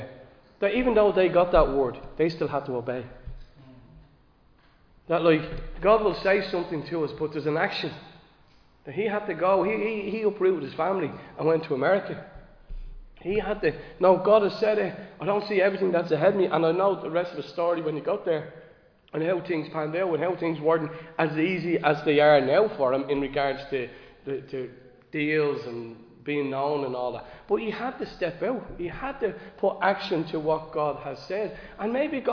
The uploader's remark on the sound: Recorded live in Liberty Church on 3 September 2023